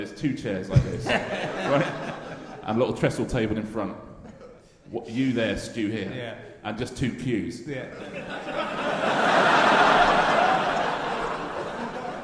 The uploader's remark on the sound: RHLSTP Ed Fringe. Played live in front of and then involving the audience. It's the only Edinburgh RHLSTP with one guest.